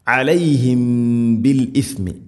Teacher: സാക്കിന മീമിന് ശേഷം ബാ, ഇഖ്ഫ ഷഫവി എന്ന് പറയാം, മീമിനെ അവ്യക്തമാക്കി മണിക്കണം